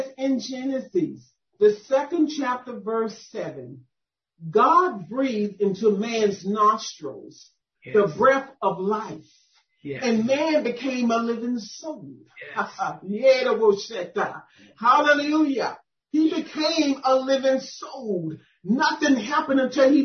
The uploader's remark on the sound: 2021 November Zoom Deliverance Meeting. Audio by Zoom Meetings.